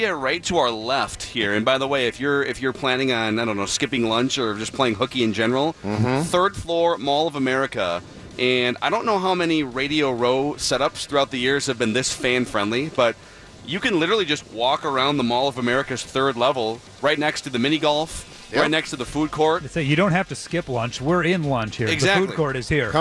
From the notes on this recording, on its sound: live from Radio Row all week